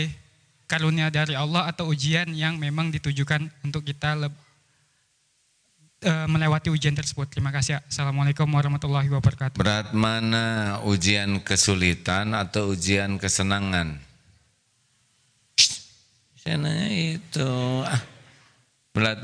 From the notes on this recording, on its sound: Live dari Masjid Daarut Tauhiid Bandung